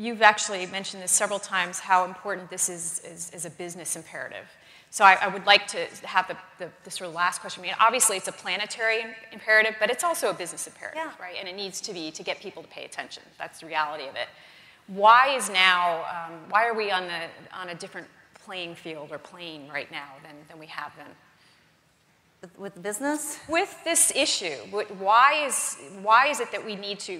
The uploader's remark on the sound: The best of live interviews from GreenBiz events.